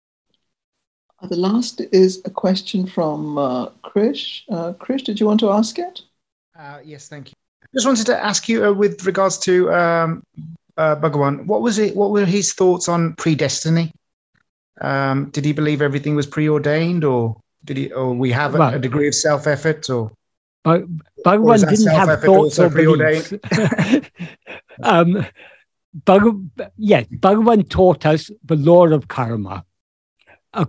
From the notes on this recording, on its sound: In a Zoom meeting of the ‘Ramana Maharshi Foundation UK’ on 11th June 2022